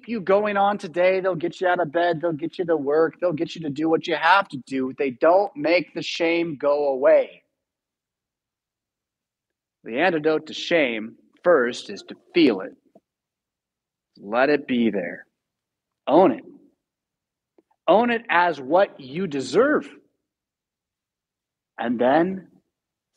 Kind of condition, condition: setting, large echoing room